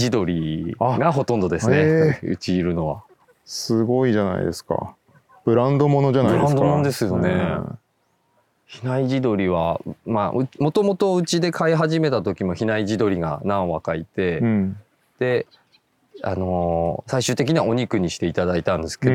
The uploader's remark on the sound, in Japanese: 誰かと散歩しながら収録しております。すっかり有名になった廃材だけでセルフビルドされた（され続けている）ご自宅の敷地からスタートして、周辺の畑などをグルっと散歩。